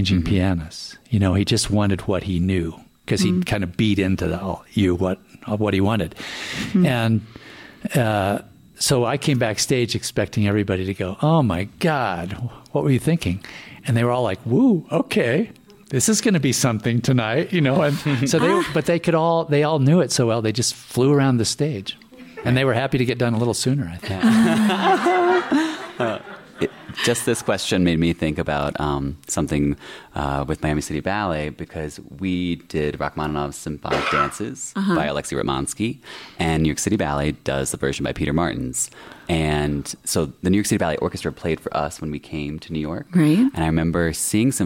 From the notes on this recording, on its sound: This episode was recorded LIVE from the Vail Dance Festival, This episode was recorded on August 6, 2021 at the Manor Vail Lodge.